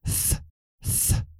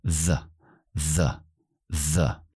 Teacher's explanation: Tenemos el sonido como la Z en castellano, que es el, el voiceless, el sordo, que es th, th. Pero también tenemos el voiced, que es th, the the.